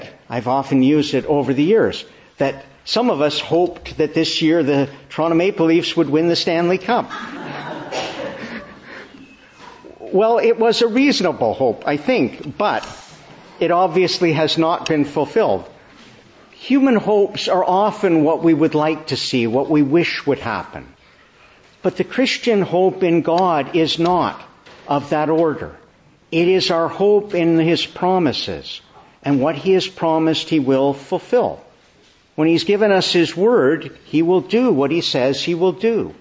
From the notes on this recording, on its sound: May 14, 2023 Morning Service. Preached in the Annunciation of the Blessed Virgin Mary, Ottawa.